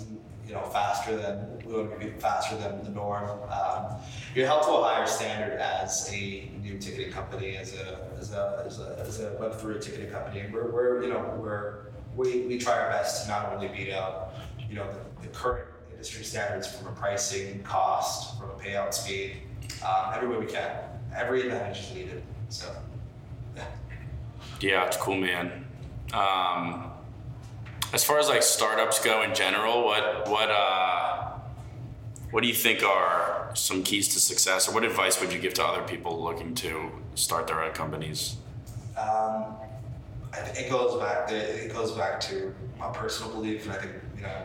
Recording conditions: poor microphone